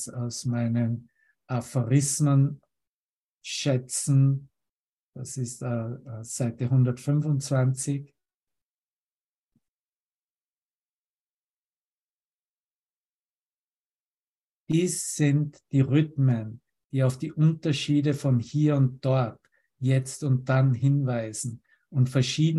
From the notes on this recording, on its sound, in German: Zoom-Session. Veranstaltet von der Aleph Akademie.